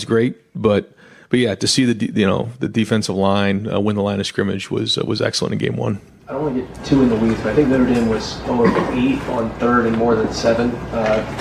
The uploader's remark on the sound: media press conference